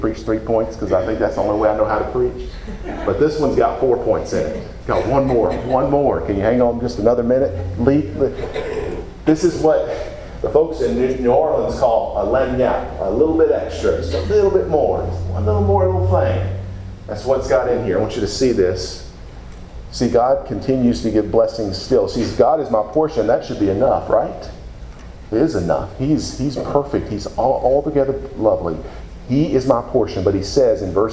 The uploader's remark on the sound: Preached at Deep Creek Baptist Church in Burlington, NC, on Sunday morning, June 4, 2017.